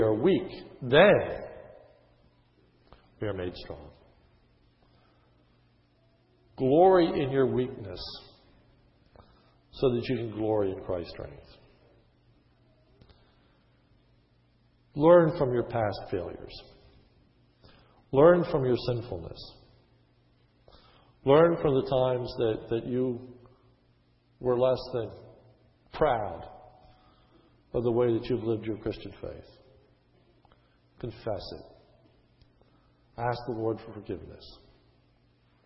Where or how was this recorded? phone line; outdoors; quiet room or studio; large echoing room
large echoing room